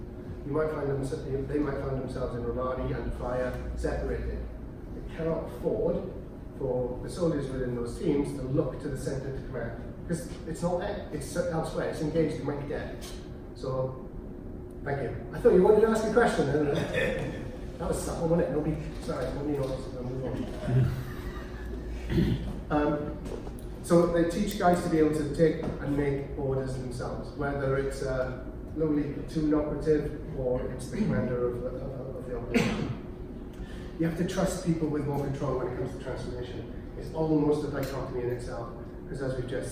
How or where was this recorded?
live audience